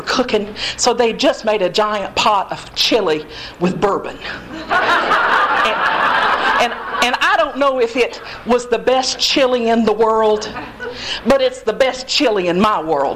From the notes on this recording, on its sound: Recorded at the Monti Storytelling Slam at Motorco Music Hall in August, 2012